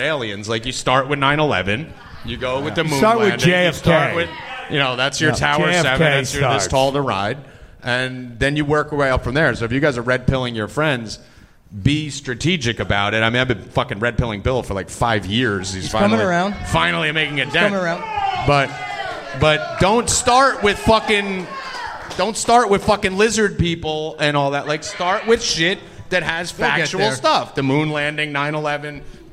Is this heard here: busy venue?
yes